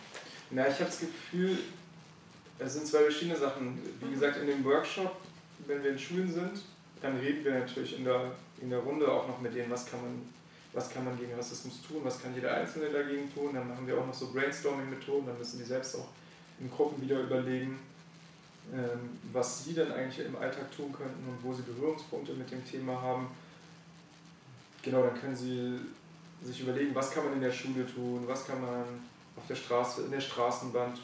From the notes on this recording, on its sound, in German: Wir entschuldigen uns für die etwas schlechte Tonqualität